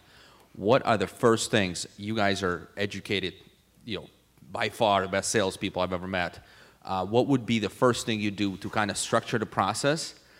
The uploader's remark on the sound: PM Grow Summit 2017 Panel. This was done as part of a live segment at the recent PM Grow Summit in West Palm Beach.